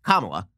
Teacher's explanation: It looks like the emphasis should be on the second syllable. But in fact, the emphasis is on the first syllable.